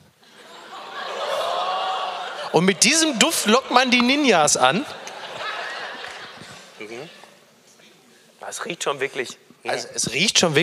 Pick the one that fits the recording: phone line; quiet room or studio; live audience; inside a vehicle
live audience